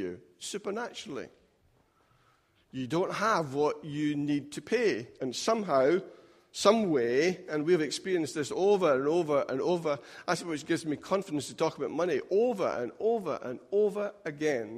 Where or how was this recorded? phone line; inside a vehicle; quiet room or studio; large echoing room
large echoing room